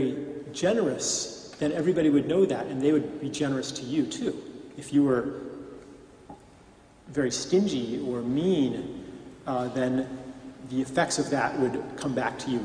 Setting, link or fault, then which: setting, live audience